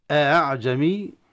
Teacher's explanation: الهمزة الأولى محققة والثانية مسهلة · Term: الهمزة المسهلة